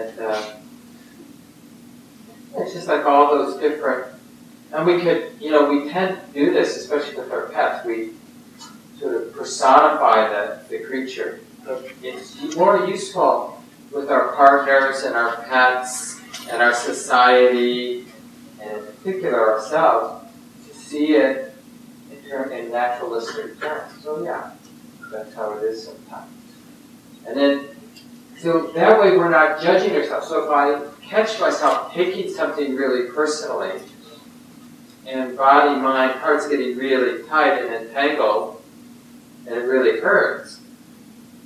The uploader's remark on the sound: Poor Audio Quality